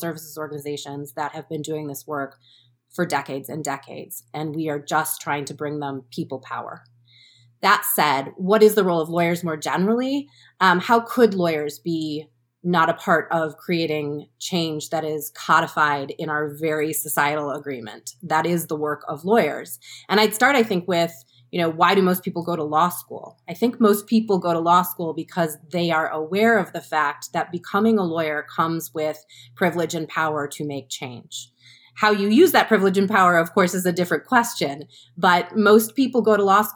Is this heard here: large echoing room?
no